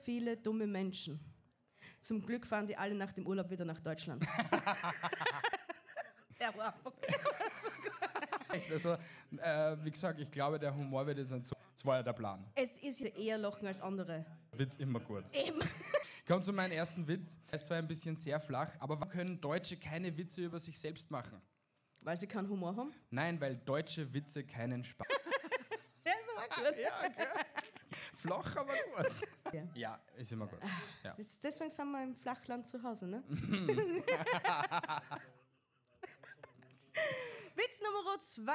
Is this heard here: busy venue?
yes